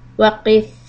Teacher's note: Now the letter ث، tip of the tongue should come out and hold it, stretch it for harakat.